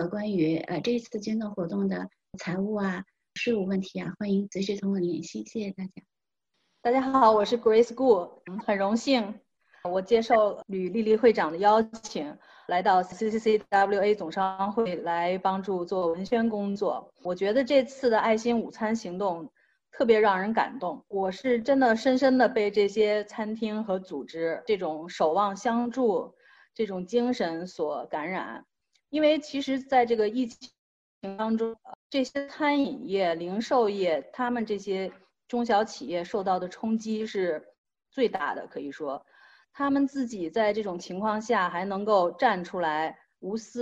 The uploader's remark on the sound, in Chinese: 这是4月13号我在线上主持的新闻发布会录音的最后一部分。